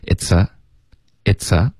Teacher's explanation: 开头的 it's 跟 a 要连读